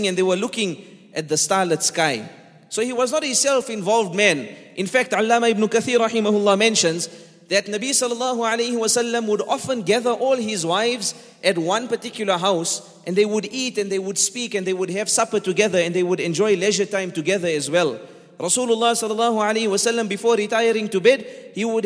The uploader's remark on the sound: on 16th August 2019 at The Houghton Masjid (West Street)